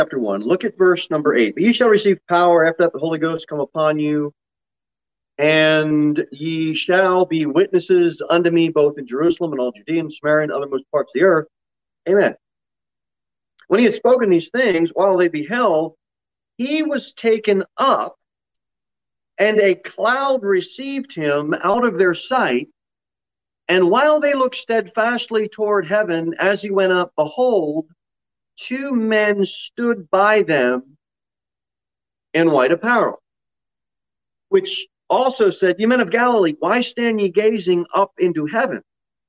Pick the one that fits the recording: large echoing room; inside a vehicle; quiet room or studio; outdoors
large echoing room